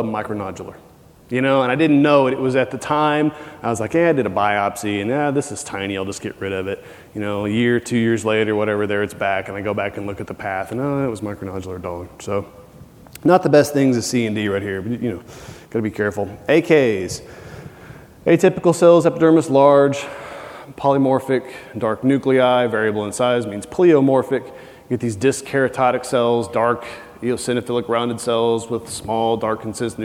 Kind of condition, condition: setting, busy venue